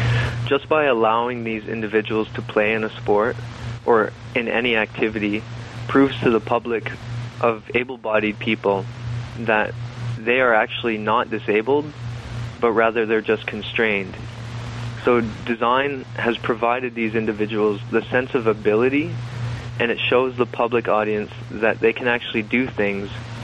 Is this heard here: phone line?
yes